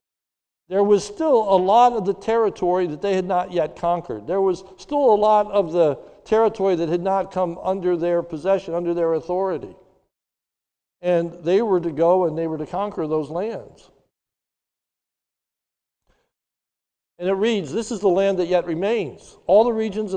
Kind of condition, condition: setting, large echoing room